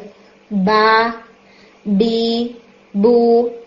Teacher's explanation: बा में आपका हिट थोड़ा सा as compare to मीम strong होना चाहिए